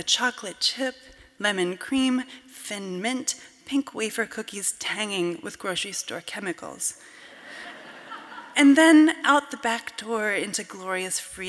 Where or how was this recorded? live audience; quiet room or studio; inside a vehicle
live audience